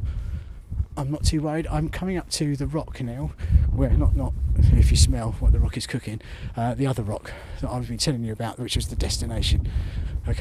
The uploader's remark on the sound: Recorded on the hike to Land's End from Sennen cove on the 9th Jan 2024, in the dark and the freezing cold, under the very obvious cover of the milky way.